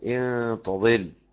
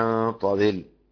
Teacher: حمزة يكسر الهمزة والباقي يفتحها أن تضل. إحداهما تضل إحداهما حمزة والكسائي وخلف بالإمالة، إحداهما والأزرق وبعم التقليل بالخلف، يعني التقليل والفتح.